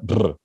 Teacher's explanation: He had a bilabial trill in there, a brr, which is only found in one Amazonian language